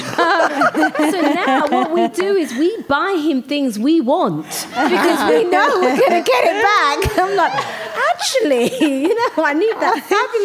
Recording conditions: live audience